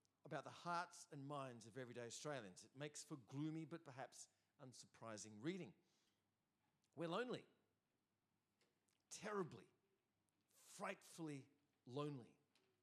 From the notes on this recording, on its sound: first preached in C3 Bathurst on 20 August 2023